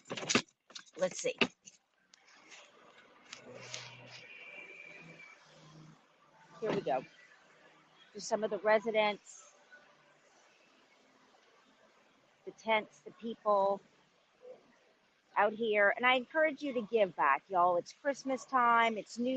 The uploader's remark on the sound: Live from Skid Row in DTLA at Fred Jordan Mission for the homeless (over 80,000 in the area).